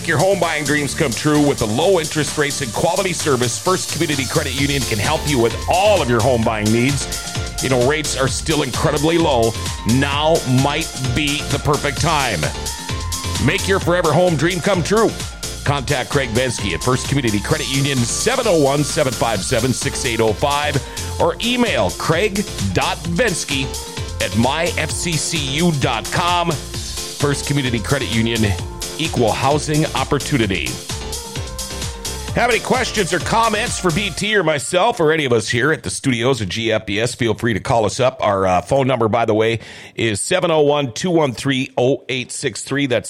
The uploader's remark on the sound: Rumors Sports Bar & Casino's big Kentucky Derby Party. Grandforksnd.